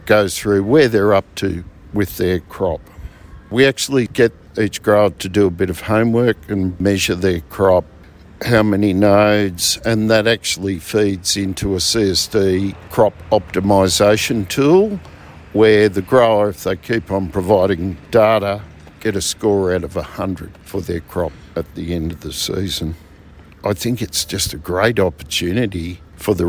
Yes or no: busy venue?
yes